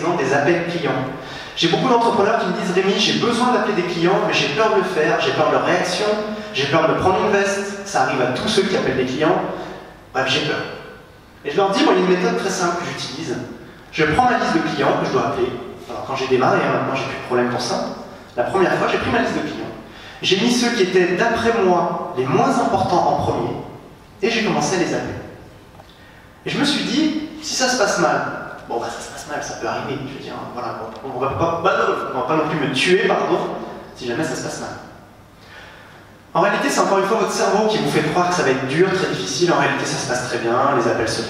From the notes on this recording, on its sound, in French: cette conférence, donnée lors du WED, le Web entrepreneur Day à Paris